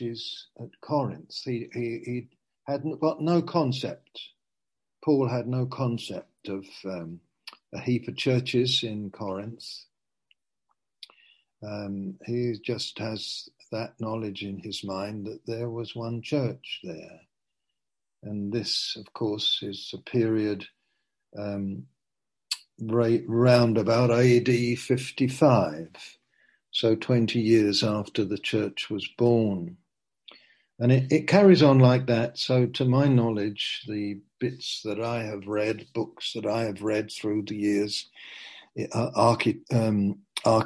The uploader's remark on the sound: (Zoom) - Teign Valley Sessions - 19:00